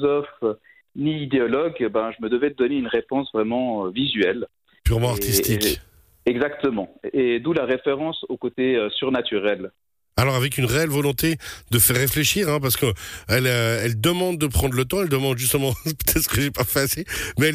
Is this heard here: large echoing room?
no